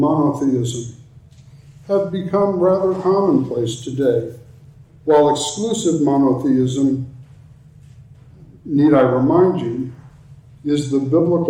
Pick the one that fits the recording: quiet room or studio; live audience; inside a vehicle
live audience